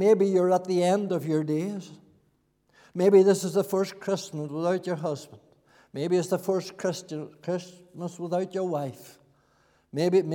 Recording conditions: large echoing room